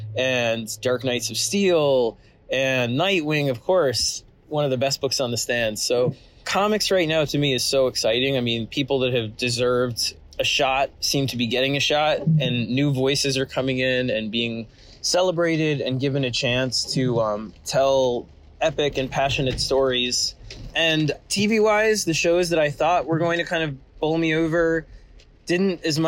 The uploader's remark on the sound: Apologies in advance for the scratchy audio quality, I had to record while driving around and my car loves to make every awful noise imaginable.